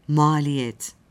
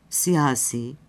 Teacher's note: Siyasi sözcüğünde ise hem son sesteki hem de iç sesteki ünlüler uzunluklarını korumaktadır.